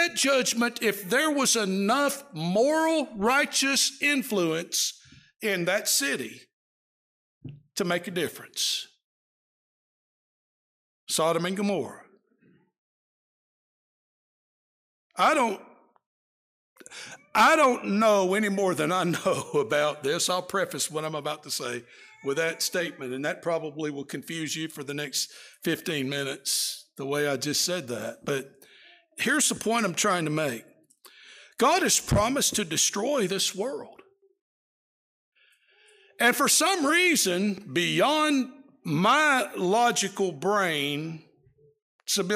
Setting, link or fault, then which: setting, large echoing room